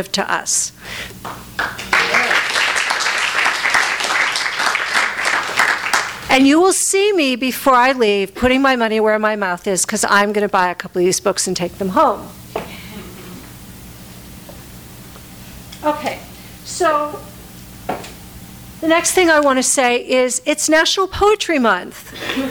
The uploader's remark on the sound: FREE READING FOR NATIONAL POETRY MONTH. THIS EVENT WAS RECORDED LIVE AT SKYLIGHT BOOKS.